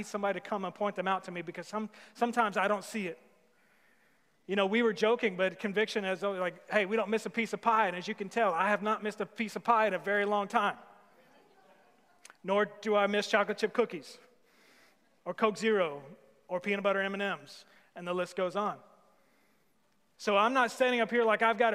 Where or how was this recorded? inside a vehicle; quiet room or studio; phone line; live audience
live audience